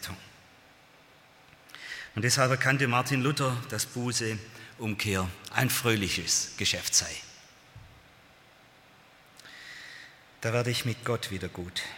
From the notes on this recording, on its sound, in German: aus dem Gottesdienst der Liebenzeller Mission